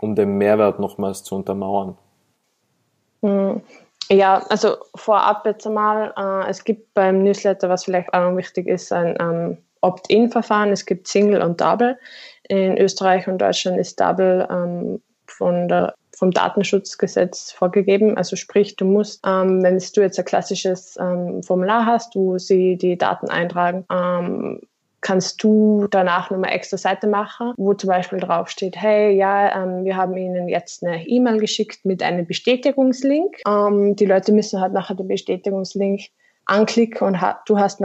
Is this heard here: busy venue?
no